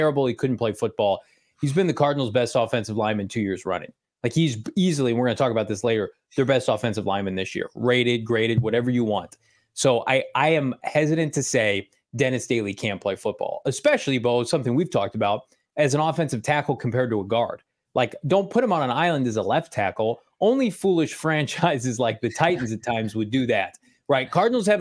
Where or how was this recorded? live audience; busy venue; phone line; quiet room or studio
quiet room or studio